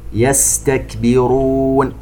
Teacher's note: السين الساكنة هذه من أحرف الهمس ومن أحرف الصفير. يس فيها صفير.